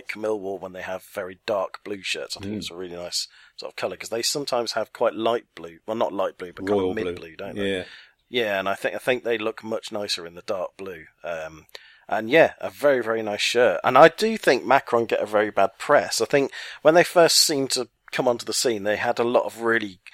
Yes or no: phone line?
no